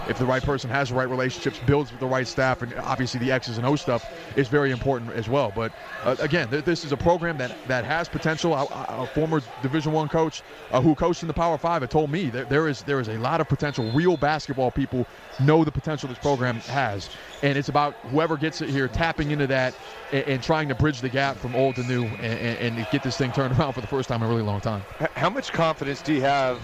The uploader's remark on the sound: Live from the Chelsea Theatre in the Cosmopolitan of Las Veags